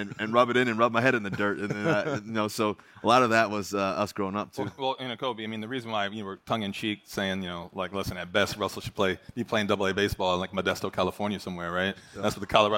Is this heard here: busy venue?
yes